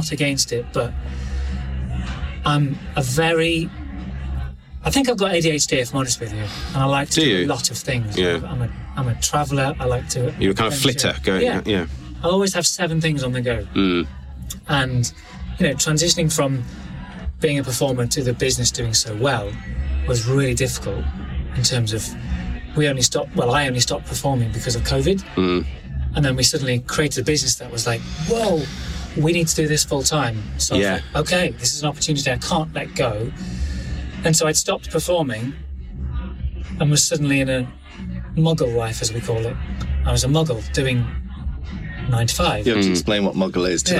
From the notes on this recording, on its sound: This was the first time I ventured out of my own home studio to meet the guests in person. Sorry about the background noise in the members club!